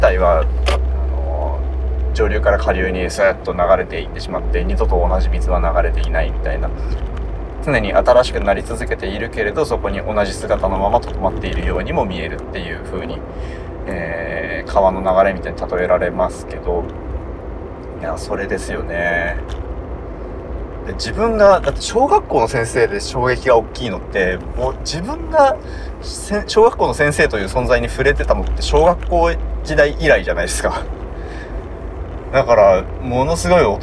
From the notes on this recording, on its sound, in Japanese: ねえ出張に行って帰ってきて空港から家まで買える車の中で終了しております。